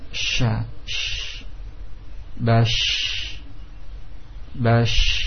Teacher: ketika kita menyebutkan shin, setengah lidah menghempit kepada langit-langit atas · Term: tafashi